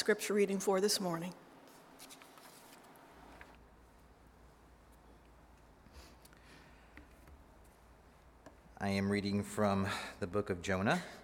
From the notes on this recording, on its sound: Audio from our 9:00am Worship Livestream.